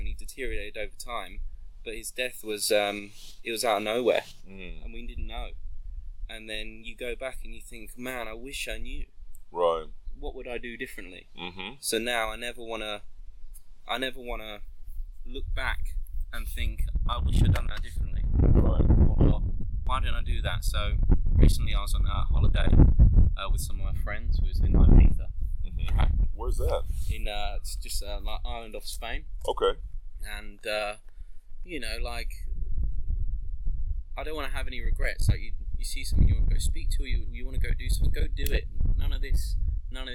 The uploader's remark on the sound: Please forgive me because we decided to record outside and I forgot to bring my wind protection gear for my voice recorder. You will notice heavy wind from time to time.